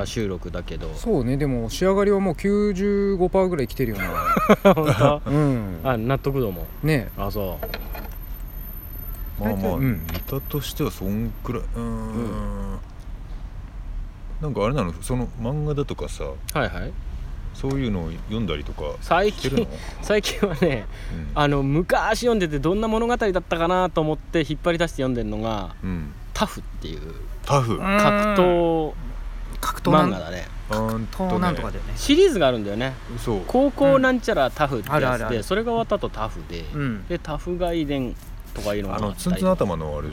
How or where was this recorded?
outdoors